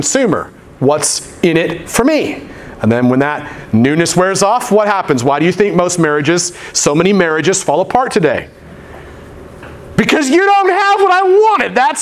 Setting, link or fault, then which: setting, large echoing room